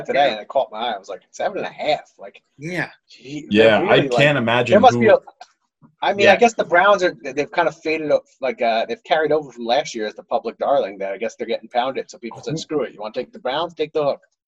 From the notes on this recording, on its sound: The gang is back together (remotely on Zoom).